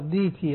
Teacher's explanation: عندها ورش بالهمزة، الهمزة الساكنة تبدل ياء هنا، وإذا بدأنا بها يقول إيتيا طوعا أو كرها عند البدء بصير همزتين، الهمزة الأولى مكسورة والثانية ساكنة تبدل الساكنة حرف مد من جنس ما قبلها، وإذا كانت في الوصل فقال لها والأرض إيتيا طوعا أو كرها قالتا أتينا طائعين.